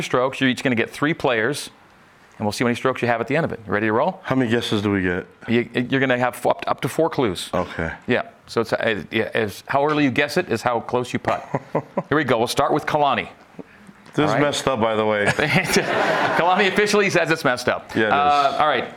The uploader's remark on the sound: A live audience in Studio C.